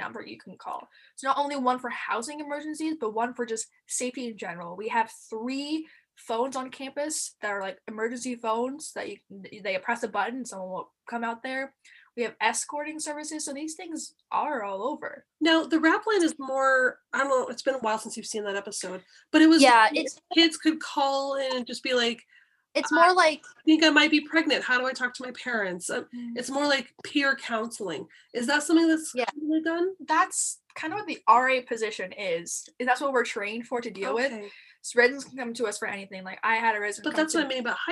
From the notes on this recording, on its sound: Due to Covid quarantine, this episode was recorded over Zoom, so there are hiccups here and there. Unavoidable part of Zoom podcasting.